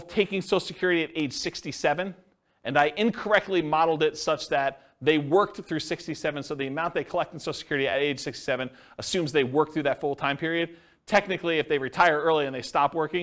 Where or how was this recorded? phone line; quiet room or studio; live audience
live audience